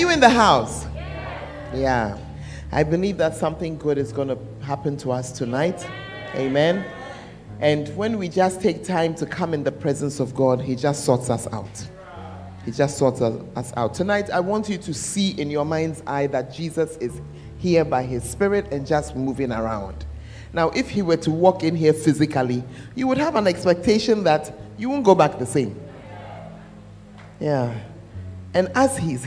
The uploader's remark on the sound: Preached at the Tuesday Service